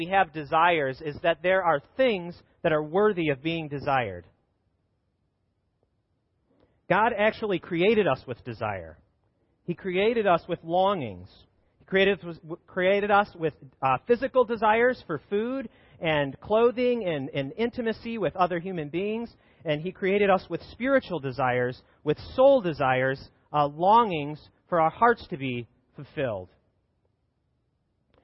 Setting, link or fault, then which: setting, large echoing room